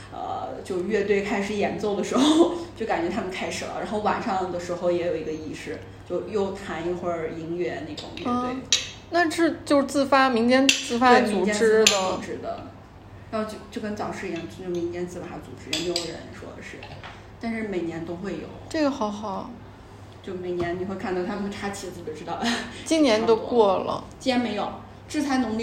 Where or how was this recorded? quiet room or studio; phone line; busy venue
busy venue